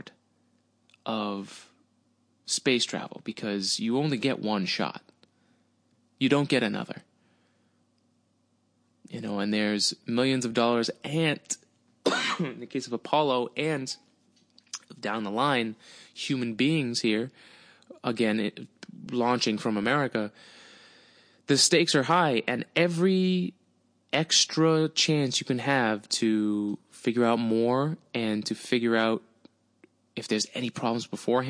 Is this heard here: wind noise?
no